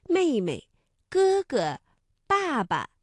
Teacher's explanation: 比如说像妹妹、哥哥、爸爸等，第二个字我们都读轻声